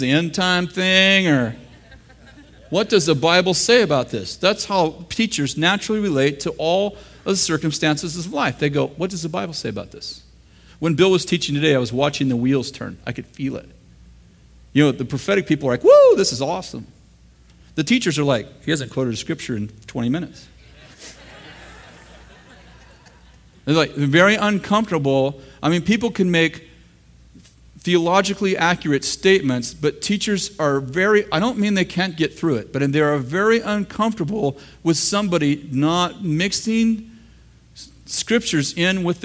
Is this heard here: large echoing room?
yes